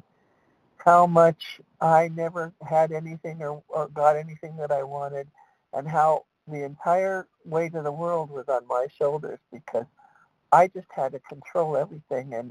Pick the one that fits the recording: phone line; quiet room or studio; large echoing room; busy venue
phone line